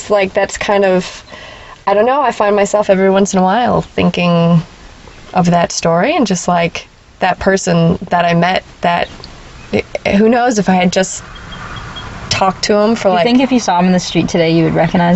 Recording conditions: sounds in the background